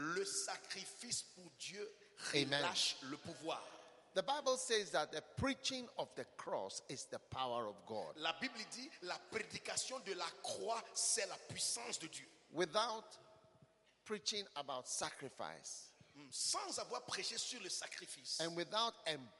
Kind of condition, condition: setting, live audience